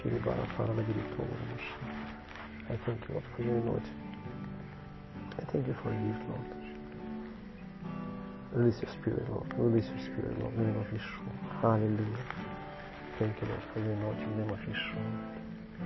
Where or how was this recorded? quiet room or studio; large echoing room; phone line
large echoing room